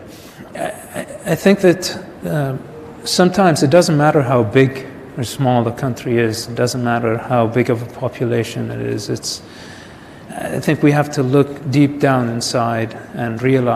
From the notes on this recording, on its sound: At Yeshiva University in New York City. Thank you to Yeshiva University for hosting. Recorded in front of an audience.